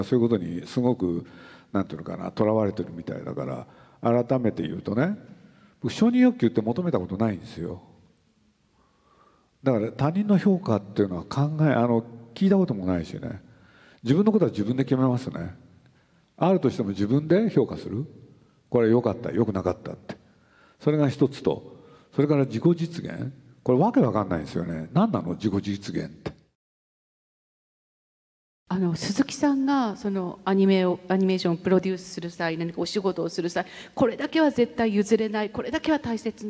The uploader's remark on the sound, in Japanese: 横浜市立図書館100周年記念講演会。横浜市立図書館100周年を記念して行われた講演会。